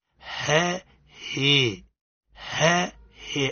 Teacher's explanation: إمالة صغرى وهو جنوح خفيف من الفتح نحو الكسر